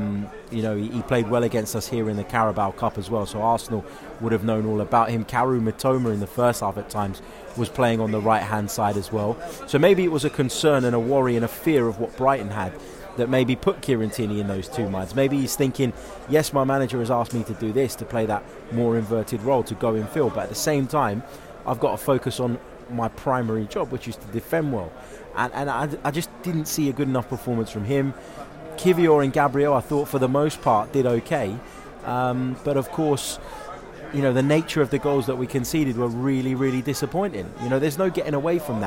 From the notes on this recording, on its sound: reacts live from Emirates Stadium